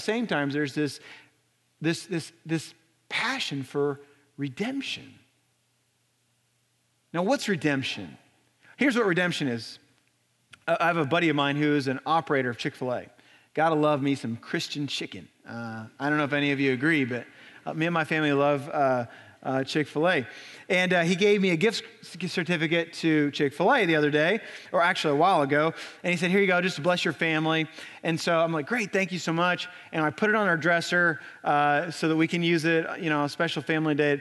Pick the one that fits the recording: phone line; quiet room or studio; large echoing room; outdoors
large echoing room